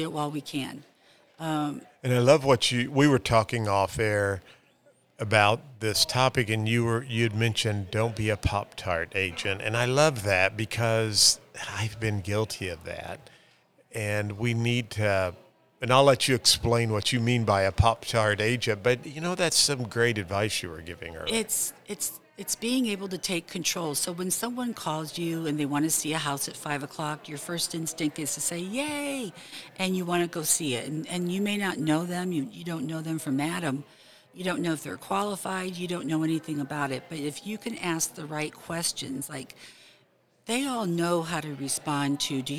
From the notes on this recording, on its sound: We are at the Missouri Realtors® Hybrid April Business Conference